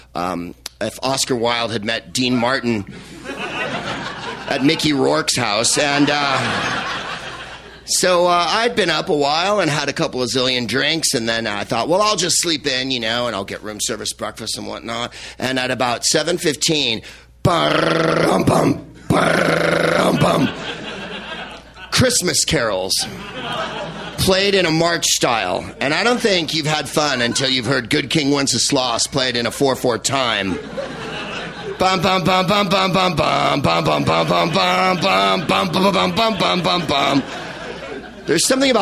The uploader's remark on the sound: Live at the Laughing Skull Lounge in Atlanta, Georgia